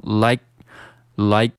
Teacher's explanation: 我们需要对 like 进行一个失去爆破的处理